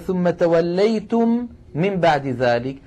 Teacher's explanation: من بعد ذلك توليتم آخرها ميم ساكنة من أولها ميم متحركة فأدغمنا الميم الأولى في الثانية ونطقنا ميما مشددة